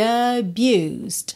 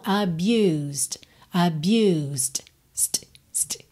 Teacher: a gente ouve só um Dzinho mesmo, bem de leve, fechando aí esse som